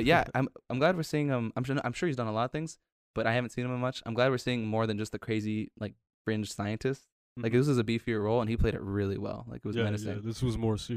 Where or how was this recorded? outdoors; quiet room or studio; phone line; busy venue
quiet room or studio